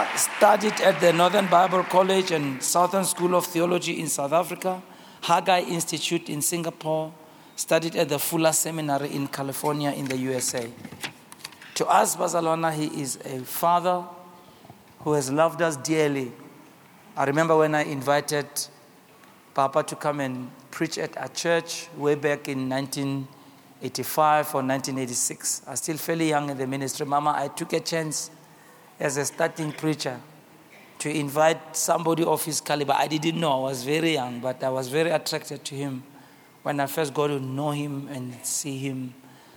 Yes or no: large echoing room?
yes